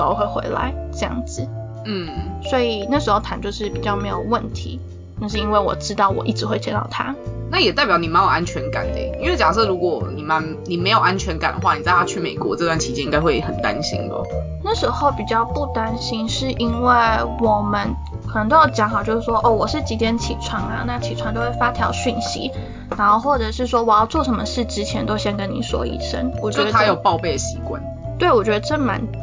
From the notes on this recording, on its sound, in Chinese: 本集收音狀況欠佳，偶爾有車子經過聲音。